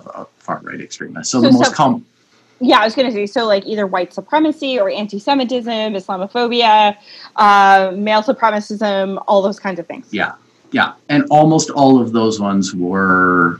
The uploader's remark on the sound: over the internet